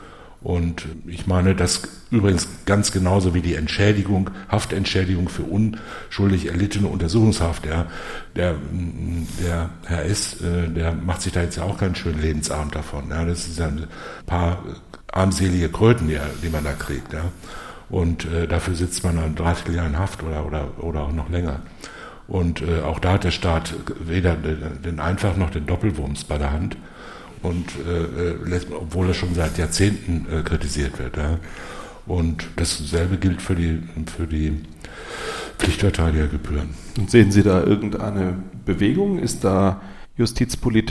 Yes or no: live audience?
yes